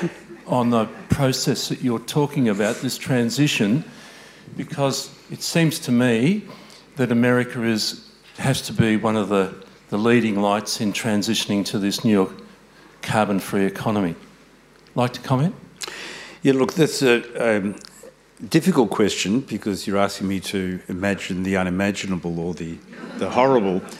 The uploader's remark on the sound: This event was recorded on Tuesday 30 May 2023 at the Wheeler Centre.